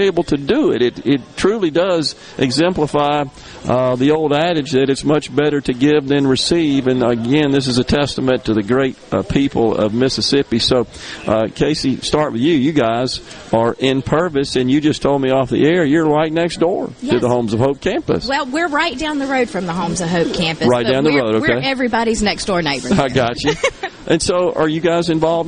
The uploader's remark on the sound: MidDays is coming to you LIVE from Corner Market on Hardy St. In Hattiesburg.